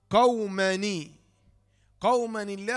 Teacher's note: ميم تنوين بالفتح يكسر لالتقاء الساكنين